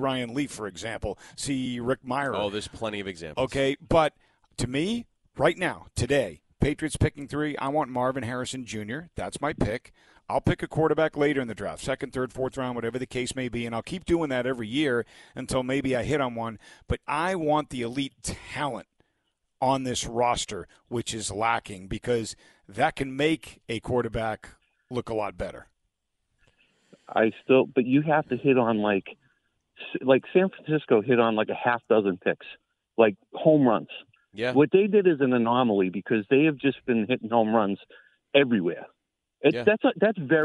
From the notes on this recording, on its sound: Take your calls texts and tweets live on the air.